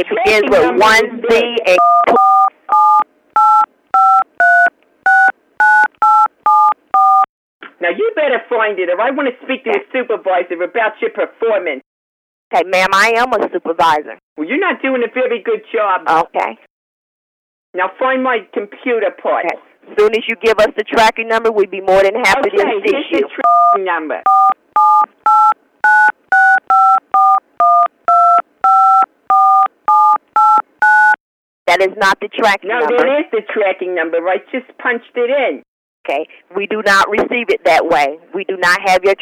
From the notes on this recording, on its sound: Prank Phone Calls